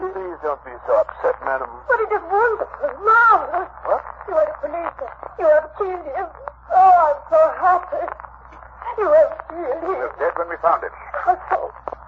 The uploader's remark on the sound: Audio is scratchy, fair quality.